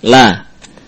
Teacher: La kita sebut kita lafalkan dengan tipis, nah, tidak dengan tebal. Lo, nah, ini lam yang tebal.